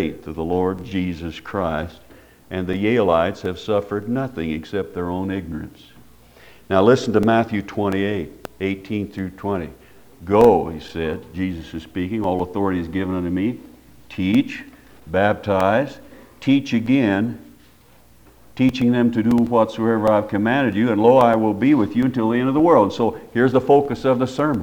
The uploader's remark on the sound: Preached at Paradise Valley Christin Church.